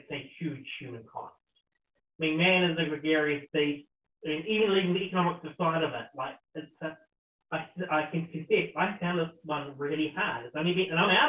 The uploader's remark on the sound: forgetting to plug his mic